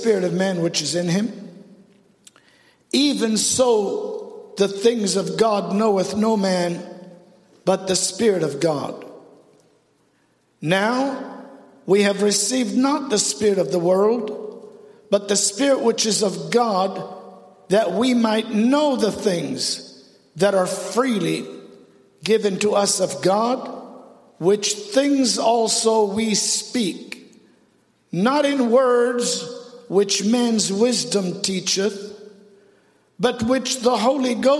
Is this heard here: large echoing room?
yes